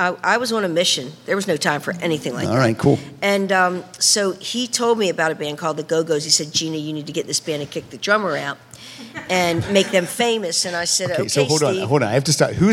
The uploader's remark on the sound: Recorded in front of a LIVE audience at PensaCon 2023.